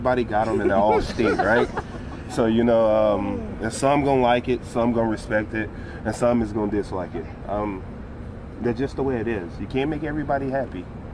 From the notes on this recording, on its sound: LIVE FROM KANSAS CITY: Arrowhead smells good. LIVE from Arrowhead Stadium in Kansas City.